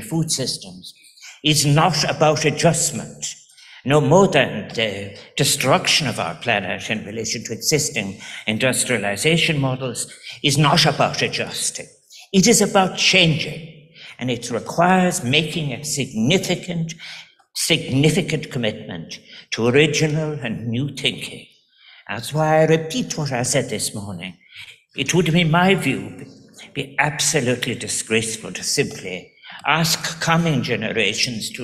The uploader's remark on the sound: The World Food Forum, Rome. Delivered a speech at the World Food Forum grand opening ceremony.